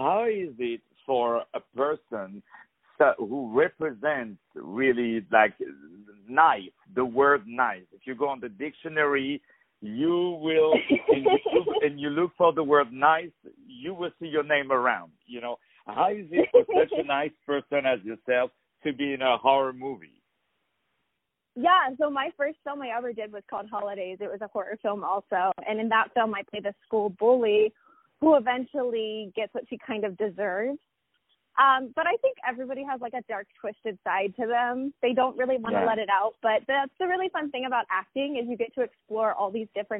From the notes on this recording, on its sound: On the phone